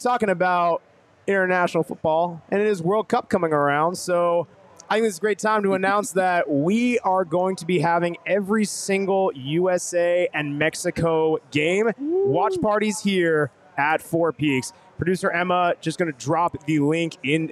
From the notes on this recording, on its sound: live from Four Peaks